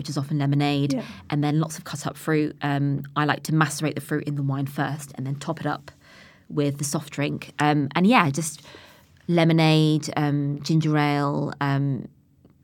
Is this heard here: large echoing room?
no